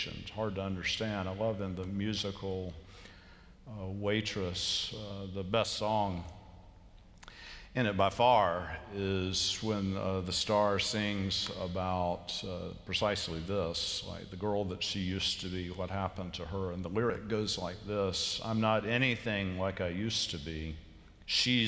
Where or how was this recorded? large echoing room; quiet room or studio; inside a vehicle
large echoing room